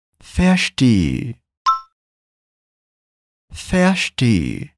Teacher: Deu para perceber que esse E no final é mais longo?